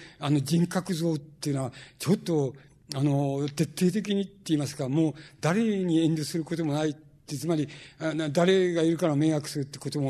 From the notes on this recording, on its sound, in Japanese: 主催：紀伊國屋書店。場所：新宿・紀伊國屋ホール。音源は主催者提供。